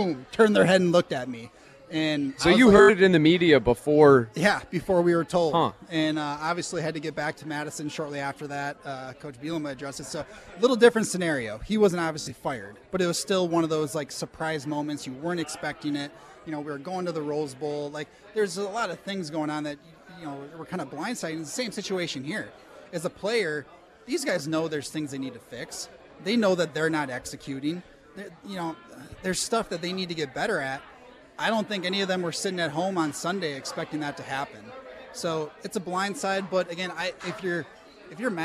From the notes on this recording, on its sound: live at Monk's Bar and Grill